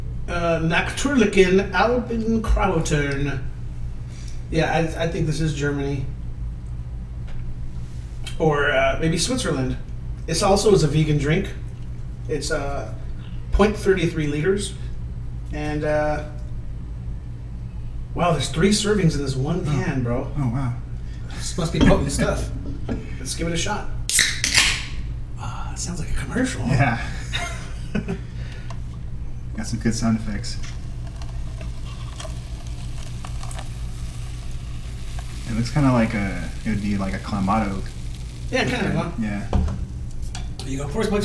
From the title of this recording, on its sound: bad audio